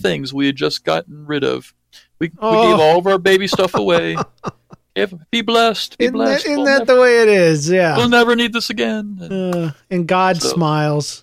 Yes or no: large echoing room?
no